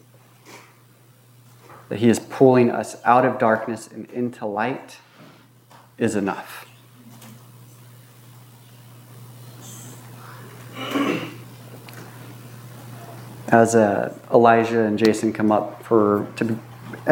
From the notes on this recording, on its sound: This was recorded on August 14, 2022 at Bethel Church in Ridgefield, Wa.